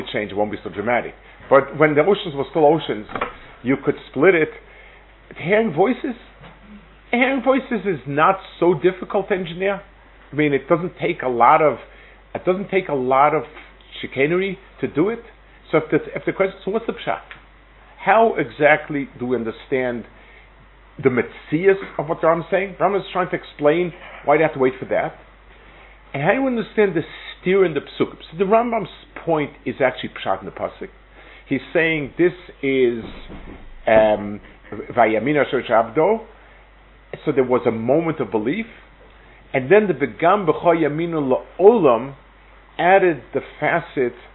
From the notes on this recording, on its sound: Delivered at Netiv Aryeh. Israel Trip 5784.